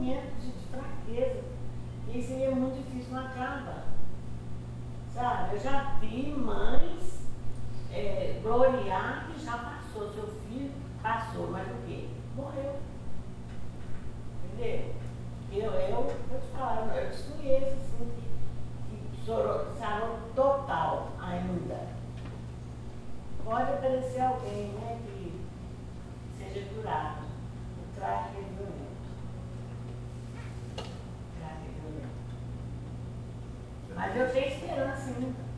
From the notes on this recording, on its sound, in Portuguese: Tivemos problemas com a captura desse áudio.